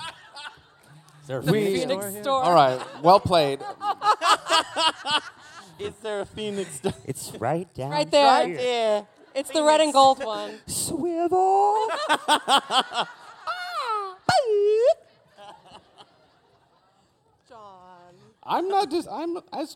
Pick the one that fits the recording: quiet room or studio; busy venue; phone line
busy venue